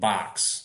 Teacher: the fronting of the short O